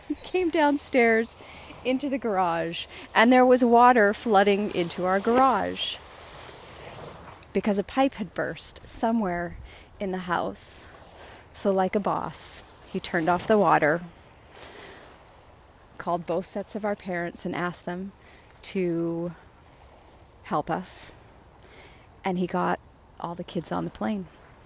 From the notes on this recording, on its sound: records live on n the beach in Playa Del Carmen